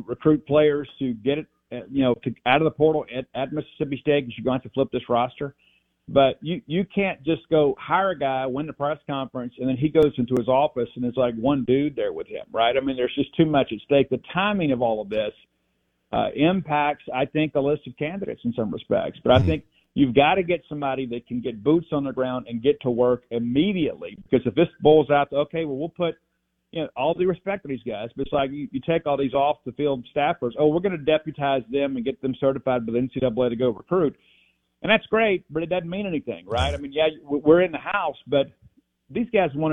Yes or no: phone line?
yes